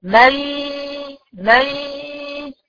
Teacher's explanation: النون أضغمت كلية في الياء، واللي فاضل منها بس صوت الغنة.